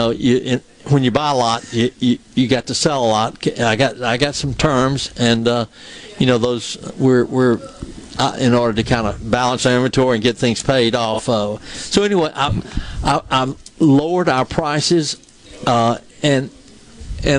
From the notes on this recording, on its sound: MidDays is LIVE from Carter Jewelers on High Street in Downtown Jackson today